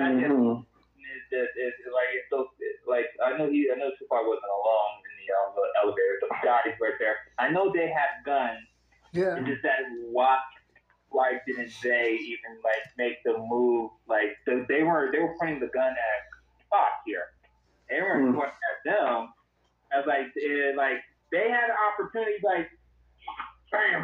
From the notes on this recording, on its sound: on an over the phone recording session